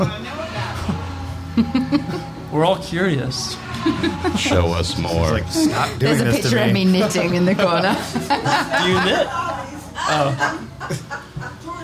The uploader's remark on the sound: Live at Monterey. Take a trip back to the Monterey IMSA weekend in 2019 where a small, live podcast was held.